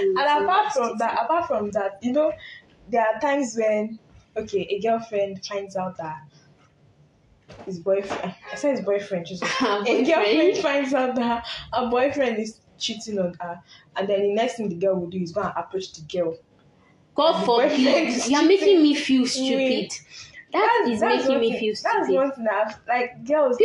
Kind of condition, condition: fault, sounds in the background